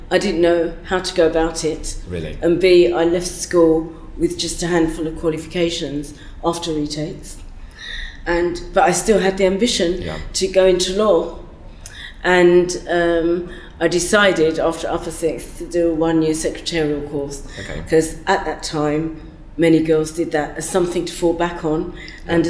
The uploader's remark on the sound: Set backstage at the Women in Law conference